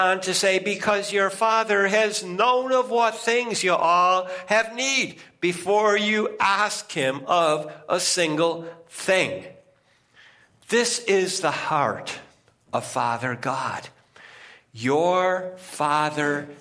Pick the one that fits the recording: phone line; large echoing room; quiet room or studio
large echoing room